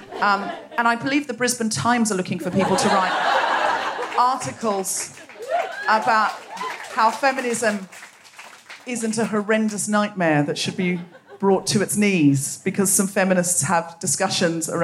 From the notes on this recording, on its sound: Recorded 10 February 2020 at the Miami Marketta on the Gold Coast.